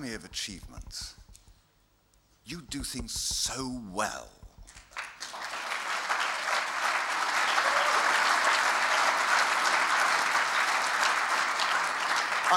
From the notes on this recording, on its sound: Recorded at the 2002 International Achievement Summit in Dublin, Ireland. Speaks to the Academy's student delegates about the relevance of the arts in the world today.